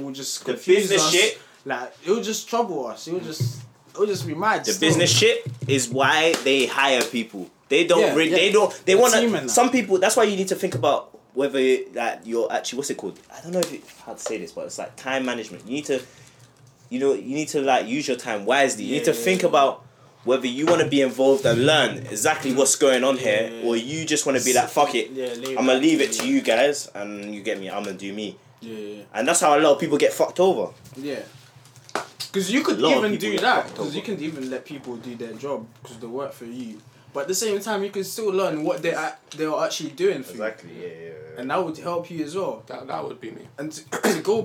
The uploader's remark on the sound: poor audio this week due to background noise